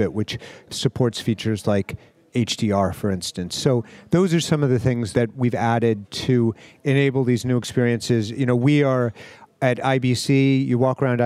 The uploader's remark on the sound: livecast interview from the Visual Cloud conference and IBC Show 2019, in Amsterdam, Netherlands